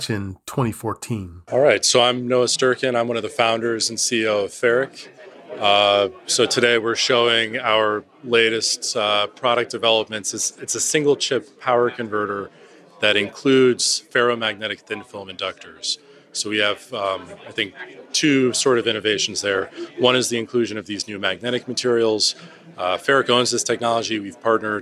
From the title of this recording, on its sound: Live! From Embedded World, ISSCC, and (sorta) Mobile World Congress